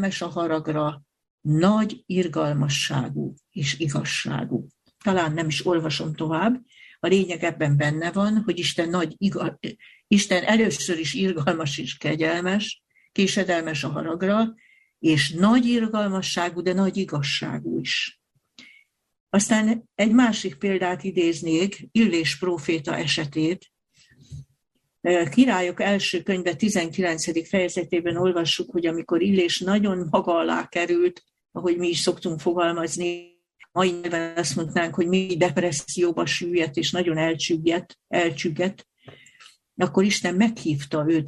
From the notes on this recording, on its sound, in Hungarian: Sola Scriptura TF – Budaörs – Zoom előadás.